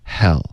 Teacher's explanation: 英文的 H 只是一个叹气的声音，Hell 轻轻的，对对、不震动声带的，没有摩擦音，这个 H 的这一段不要，OK。…，We like to get this in one take.